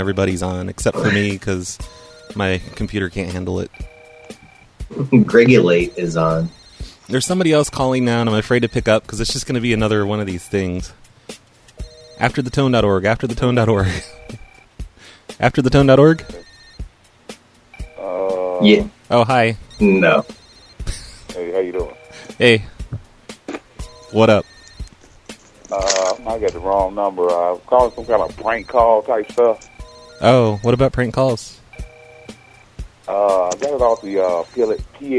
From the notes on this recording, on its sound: …'s Personal Prank Phone Calls Collection.